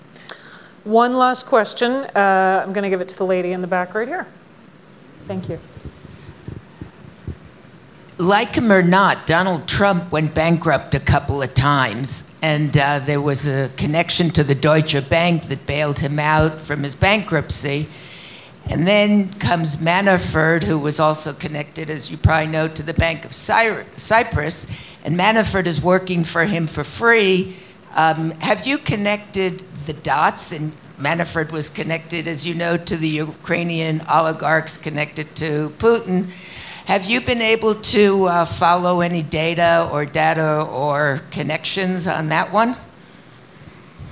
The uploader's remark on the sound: on stage at the Aspen Ideas Festival